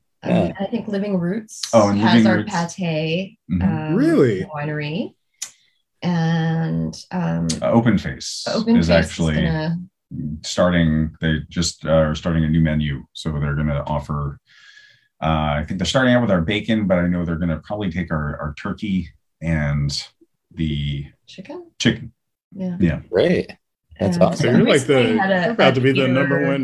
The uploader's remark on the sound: Recorded Live on Zoom on 8/30/2021